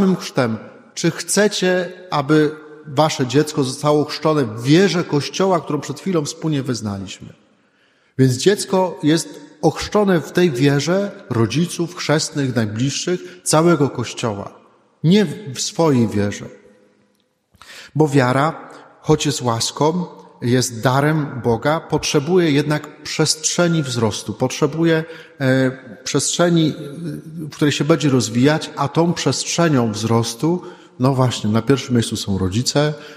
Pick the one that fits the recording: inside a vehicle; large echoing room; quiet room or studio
large echoing room